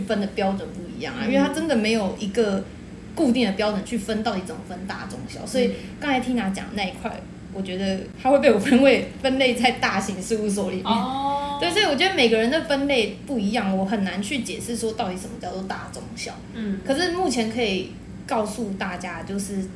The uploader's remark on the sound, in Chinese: 第一次錄音因為收音問題也讓窗外的朋友們一起加入了！雜音過多時請大家把他們當作大自然的一部份～。